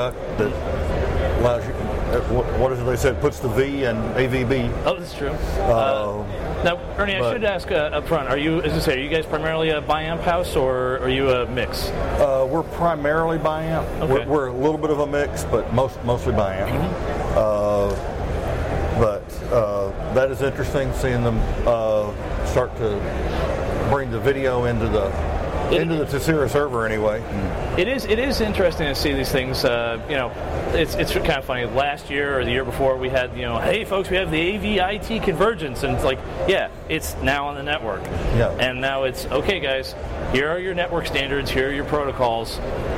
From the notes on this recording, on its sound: We are live from the show floor of InfoComm 2016.